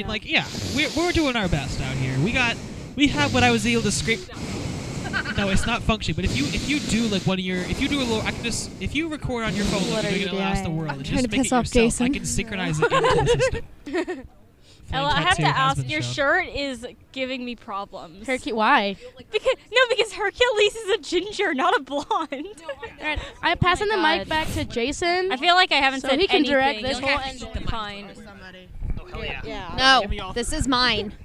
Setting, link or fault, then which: setting, outdoors